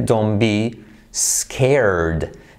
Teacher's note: Don't. La T casi no se pronuncia, se omite.